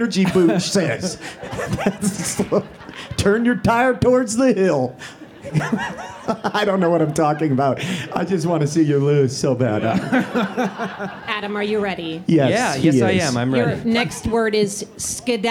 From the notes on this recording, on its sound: Behold, our first live, in-person podcast ever! This is an edited version of the live show.